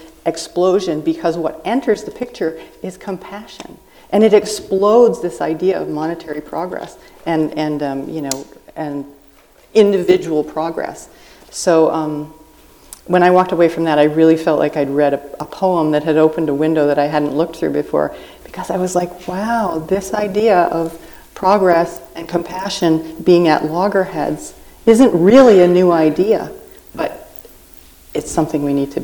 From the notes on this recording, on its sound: taped live at the Unbound Book Festival in Columbia, Missouri